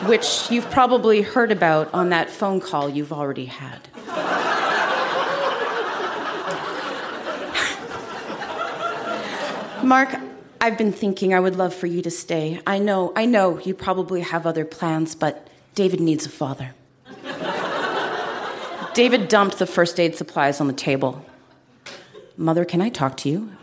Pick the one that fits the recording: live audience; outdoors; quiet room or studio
live audience